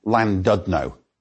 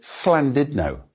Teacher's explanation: English people pronounce its name Llandudno. However, the two L's at the beginning of the word should be pronounced fl · Shown in: second take · so try to pronounce it Llandudno.